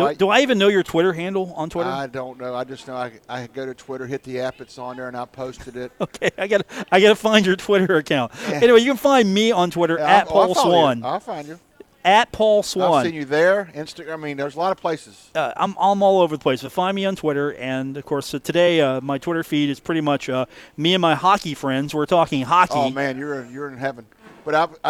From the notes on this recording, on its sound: Live from the Union Pub and Grill